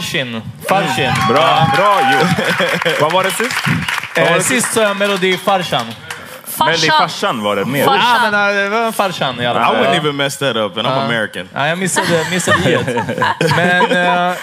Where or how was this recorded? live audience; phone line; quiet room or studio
live audience